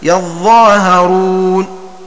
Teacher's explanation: بفتح الياء والظاء وتشديدها وآلف بعدها وفتح الهاء وتخفيفها هكذا يظاهرون.